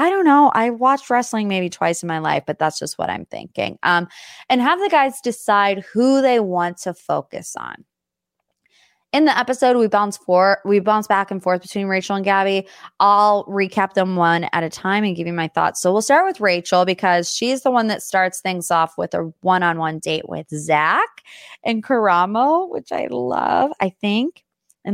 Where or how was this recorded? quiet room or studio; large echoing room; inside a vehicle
quiet room or studio